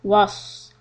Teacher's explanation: Waw is soft, sad is heavy. So make sure that the heaviness comes out.